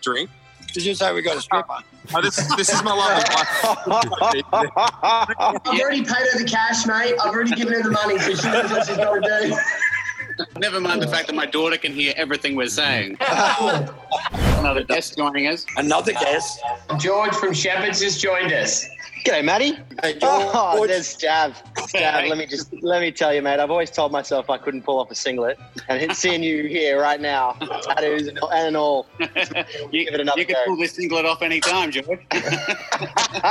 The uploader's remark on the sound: Buck's and Hen's on Zoom! Via Zoom!